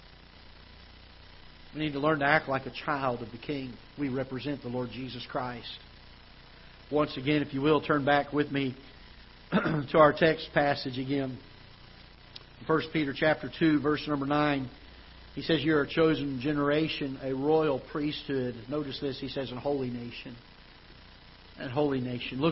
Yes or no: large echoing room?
yes